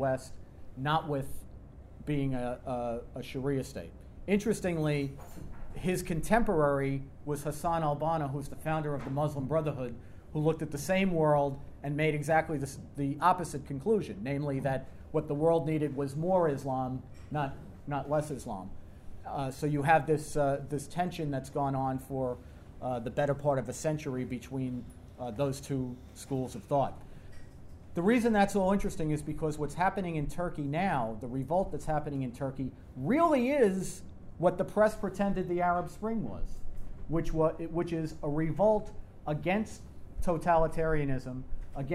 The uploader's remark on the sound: remarks at TNC's board dinner